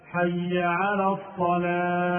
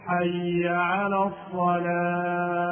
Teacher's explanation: ينبغي أن يبين الهاء فيقول حي على الصلاة · Shown in: second take · لابد أن يبين الهاء.